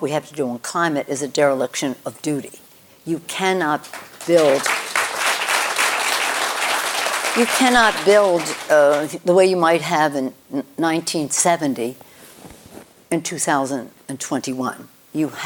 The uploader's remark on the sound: On stage at KQED Live. (at KQED Live). On stage at KQED Live.